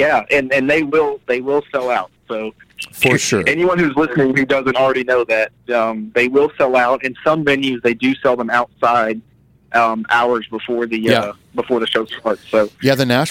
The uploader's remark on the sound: Metal Tales From The Road (Louisville, KY). Gets on the phone.